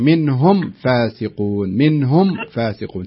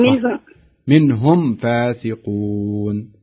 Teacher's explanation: الصحيح منهم فاسقون تظهرين الميم كاملة خالصة · Term: إظهار